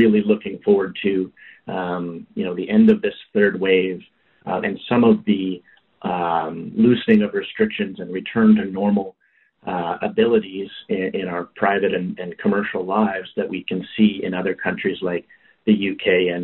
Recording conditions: phone line